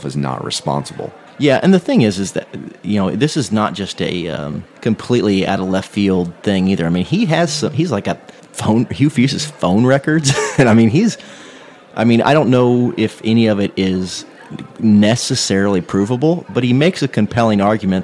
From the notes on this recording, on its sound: Live from Hoover, Alabama, the Mizzodcast gang crashes SEC Media Days